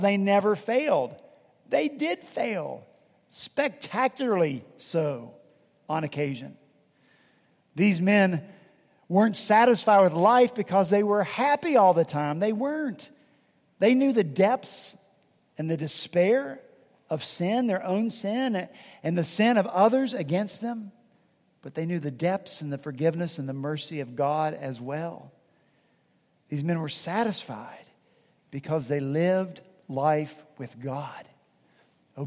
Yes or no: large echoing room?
yes